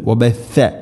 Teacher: സ ഉച്ചരിക്കുന്ന സമയത്ത് നാവിൻ്റെ അറ്റം നമ്മുടെ മുൻപല്ലുകളുടെ ഇടയിൽ കൂടെ അല്പം ദാലിനേക്കാൾ കുറച്ചും കൂടെ പുറത്തായിരിക്കണം